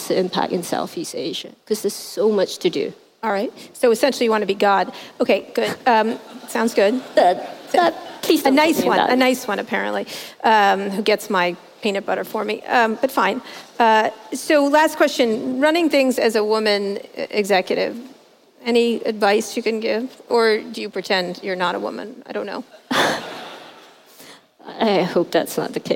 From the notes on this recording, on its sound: At the 2018 Rise conference in Hong Kong.